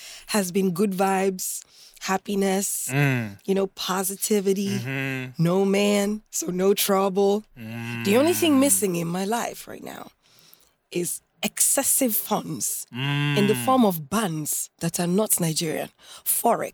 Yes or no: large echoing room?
no